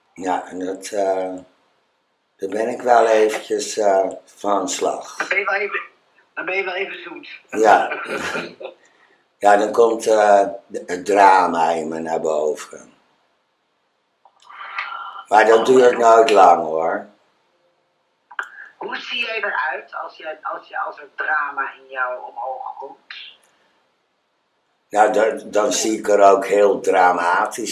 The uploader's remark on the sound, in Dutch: heb ik telefonisch contact met haar, terwijl ik in de Haarlemse galerie en public op de praatstoel zit